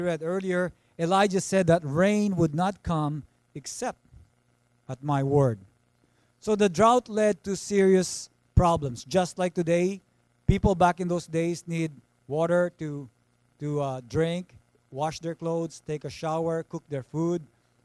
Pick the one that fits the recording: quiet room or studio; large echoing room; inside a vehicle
large echoing room